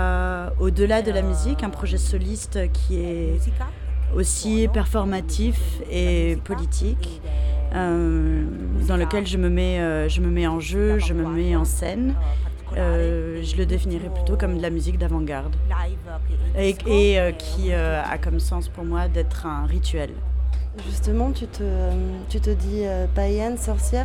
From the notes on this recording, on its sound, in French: Court documentaire sur l'enregistrement du rituel. Au café central à Bruxelles.